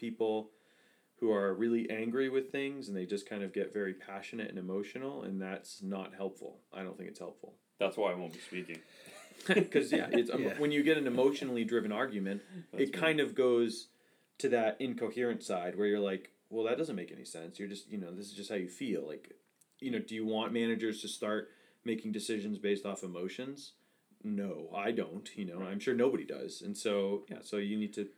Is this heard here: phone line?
no